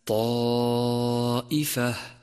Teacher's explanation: أولا، تأمل حرف الطاء في كلمة طائفة، واعلم أنه في هذا الموضع في أعلى مراتب التفخيم، لأنه جاء مفتوحا وبعده ألف